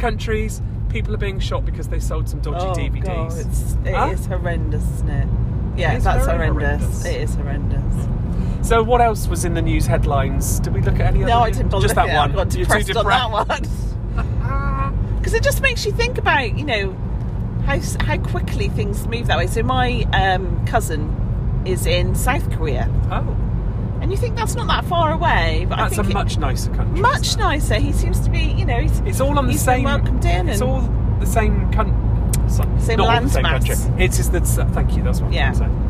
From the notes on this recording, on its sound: This week we are in the car!